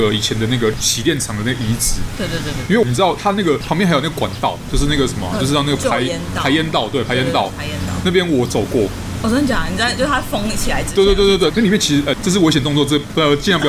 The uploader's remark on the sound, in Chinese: 錄音地點： 瑞麟美而美大直店